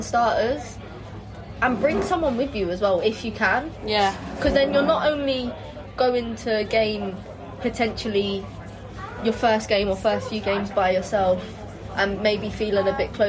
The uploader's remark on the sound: an audio journey of the matchday experience with the Red and White AWFC - from the Armoury before the game to a post-match drink in the Tolly, and everything in between.